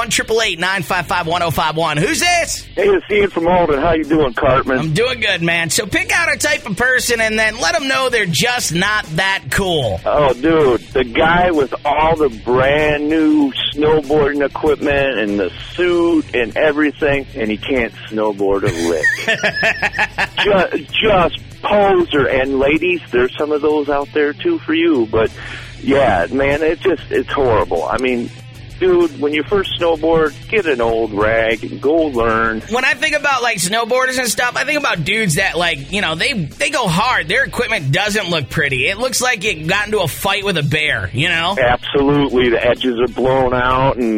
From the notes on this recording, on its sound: Also, today I opened up the phone lines looking for a specific type of person that you just don't see as cool.